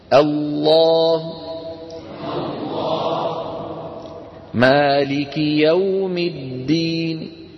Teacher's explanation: الروم حكمه حكم الوصل فلا يمد معه العارض للسكون بل يقصر فقط